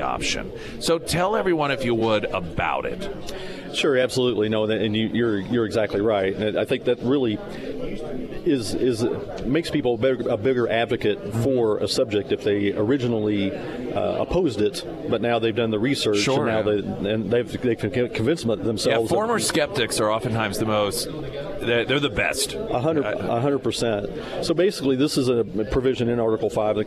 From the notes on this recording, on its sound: live at Scramblers Diner for the Friday Road Show